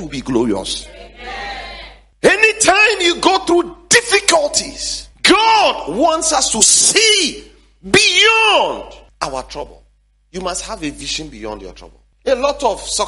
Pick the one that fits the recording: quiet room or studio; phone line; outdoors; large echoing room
large echoing room